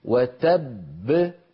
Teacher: وتب، لما أقول تبت يدا بلهب وتب أنطق باءين، الباء الأولى مدغمة والباء الثانية مقلقلة